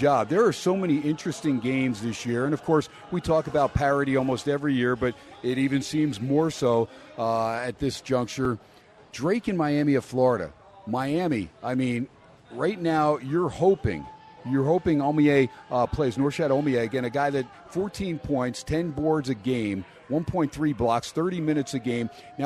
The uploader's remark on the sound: "Live" from #SteinersPub in Las Vegas